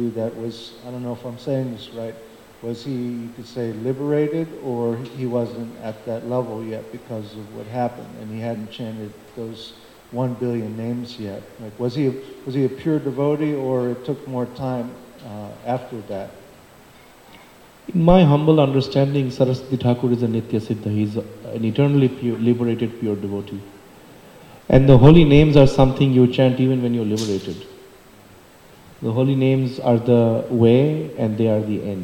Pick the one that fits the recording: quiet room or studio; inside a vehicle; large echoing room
large echoing room